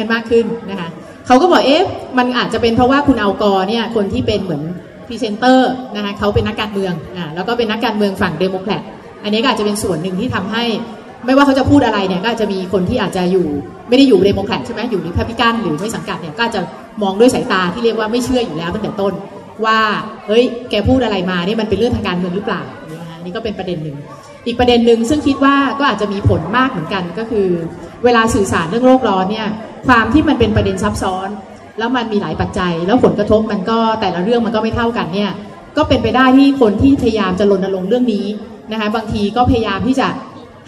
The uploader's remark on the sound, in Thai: เสียงอัดงานเสวนา ประเทศไทยกับ Climate Change.